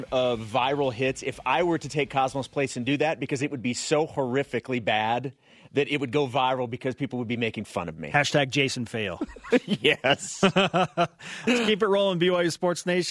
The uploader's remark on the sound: Joins us on the phone to help answer those questions. In studio.